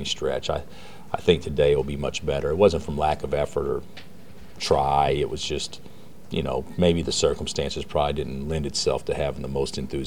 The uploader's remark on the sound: Press Conferences & Post-Game Interviews